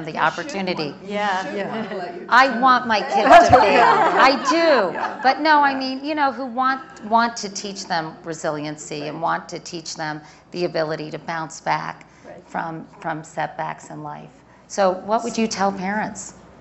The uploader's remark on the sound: from the Aspen Ideas Festival